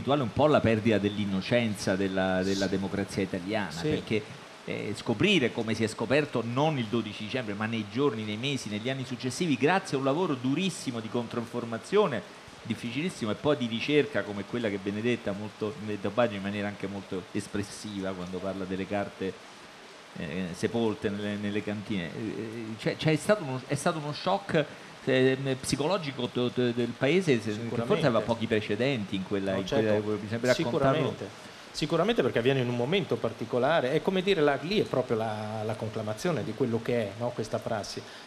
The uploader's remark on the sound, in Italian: In diretta da Mantova - Piazza Leon Battista Alberti - per la XXIII edizione del Festivaletteratura